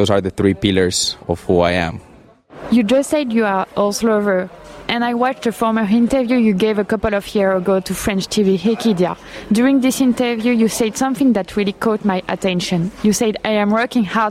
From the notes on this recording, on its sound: This episode was recorded in July, during Chantilly Rolex 5* show.